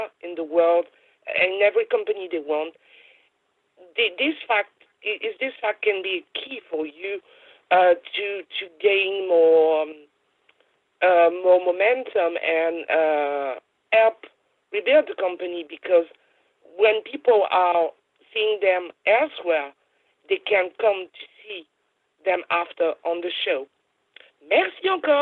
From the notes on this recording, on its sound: This is the full audio from the May 16, 2018 Impact Media Call